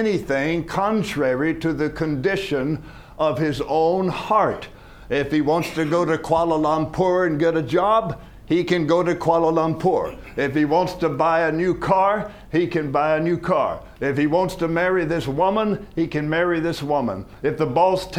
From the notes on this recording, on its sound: From the HeartCry Asia Conference 2023.